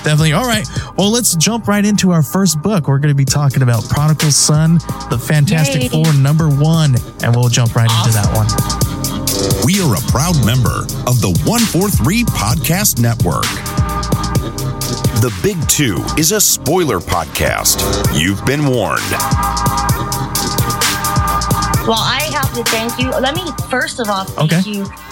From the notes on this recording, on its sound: live from Monster Comics Books for the Collectors Choice Comics Vampirella Variant Exclusive launch party